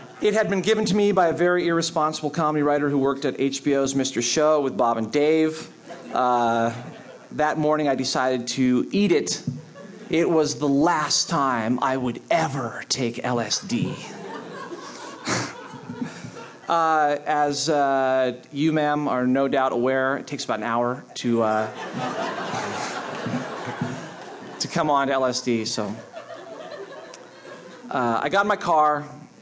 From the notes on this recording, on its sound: This piece was recorded at Un-Cabaret's series "Say the Word", featuring great comedy writers reading their own original first-person nonfiction.